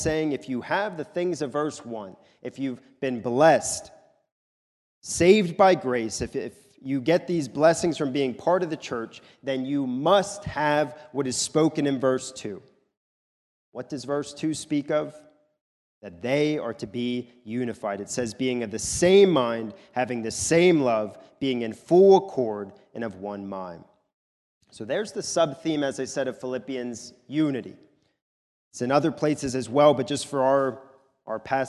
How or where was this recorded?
large echoing room